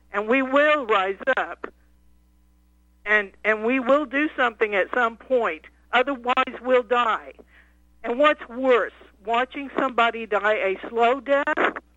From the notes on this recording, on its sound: Your phone calls.